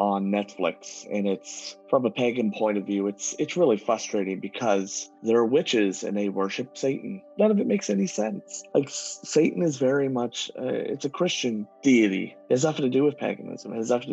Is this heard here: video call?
yes